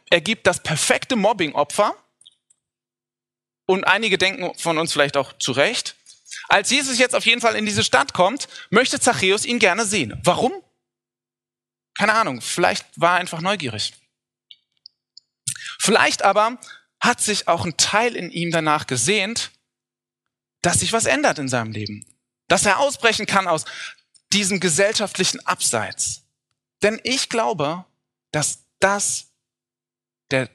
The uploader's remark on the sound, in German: Hier sehen Sie den Mitschnitt unseres Spätgottesdienstes am Heiligen Abend 2019.